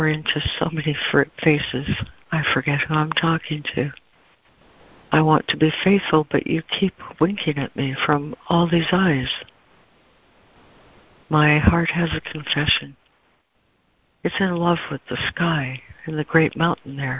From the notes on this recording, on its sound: ACIM Daily Conference Call